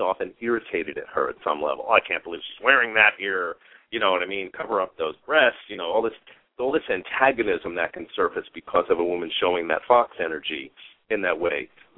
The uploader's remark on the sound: Callers may call in 20 minutes into the live show with questions or comments. We will also open the phone lines earlier for questions and comments.